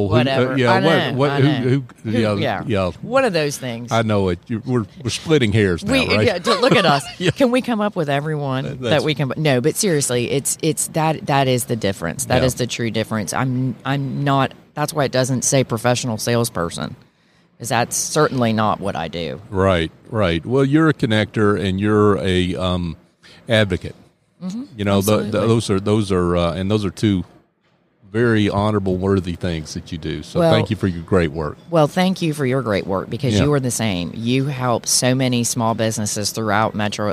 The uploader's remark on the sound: LIVE at the Business RadioX® remote at SOAHR 2023